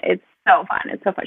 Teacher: That's my annoying vocal fry.